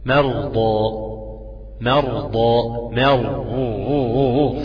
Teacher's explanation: لو سكنت الراء وكان قبل منها فتح تبقى ايه؟ تبقى مفخمة